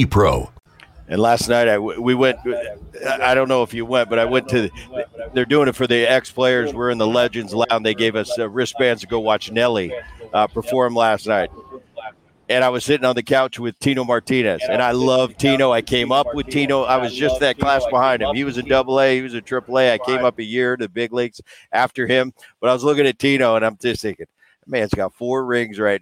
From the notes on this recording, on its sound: Live From Seattle. Live from the All-Star Game in Seattle.